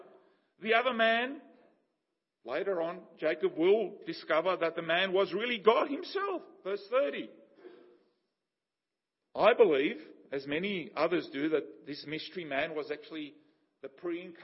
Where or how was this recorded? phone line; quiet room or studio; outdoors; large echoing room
large echoing room